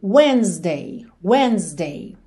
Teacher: Esse Szinho com som de Z